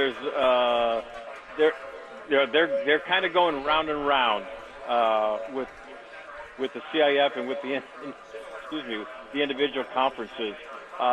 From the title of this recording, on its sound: Live from Del Mar Opening Day